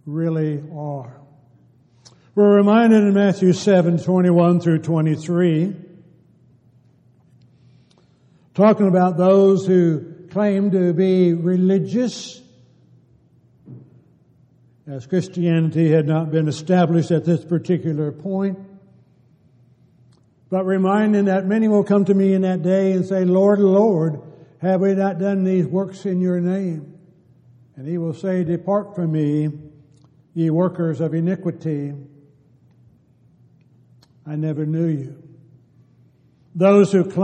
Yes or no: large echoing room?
yes